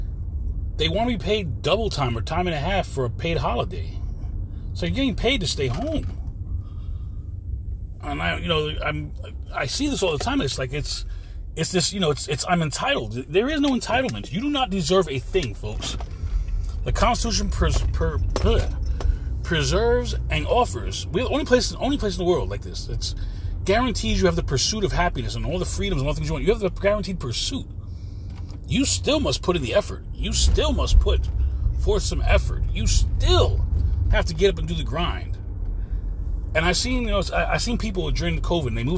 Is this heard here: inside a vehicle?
yes